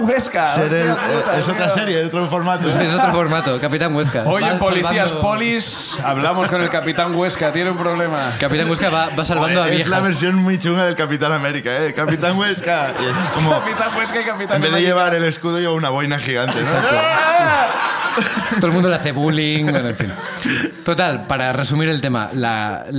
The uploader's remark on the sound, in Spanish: El público nos cuenta